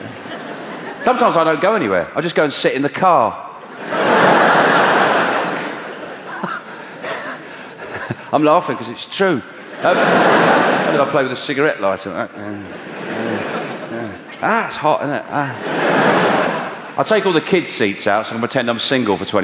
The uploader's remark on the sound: Lockipedia was recorded at the world famous Hammersmith Apollo during the height of his sell-out tour of Britain and Ireland. He mixes stand up with his new audience interactive section Lockipedia.